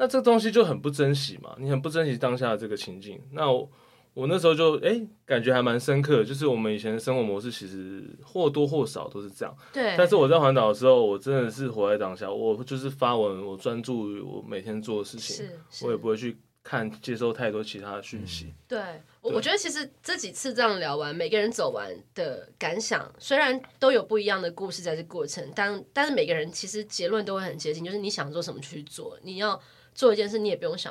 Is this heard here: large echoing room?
no